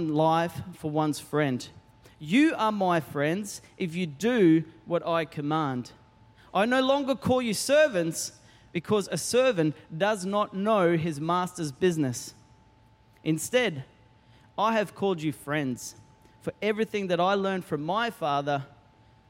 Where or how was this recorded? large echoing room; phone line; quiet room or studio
large echoing room